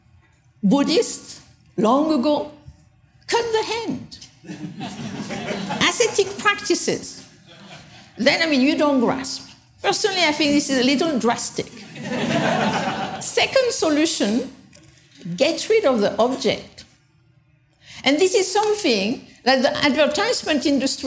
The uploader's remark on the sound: taken from the Buddhist Geeks Conference in 2012